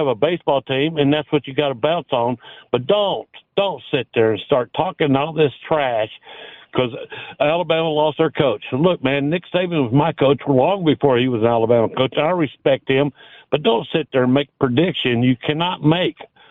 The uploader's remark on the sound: an hour of your phone calls